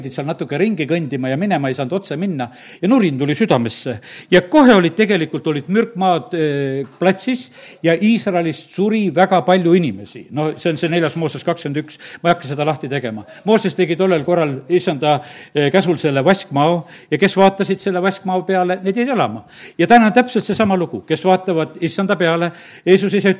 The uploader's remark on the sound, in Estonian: Audio salvestus koosolekult